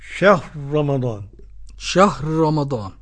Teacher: قرأ السوسي بإدغام الراء الأولى في الراء الثانية